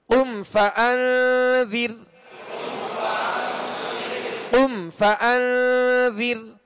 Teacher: قم میں میم ساکن کے بعد حرف فا ہے لہذا یہاں پہ اظہار شفوی ہوگا غنہ نہیں کریں گے قم قاف حرف مستعلیہ میں سے دو نقطے والا قاف ہے